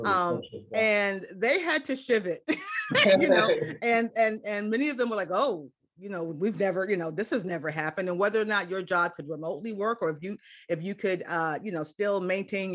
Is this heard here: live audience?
no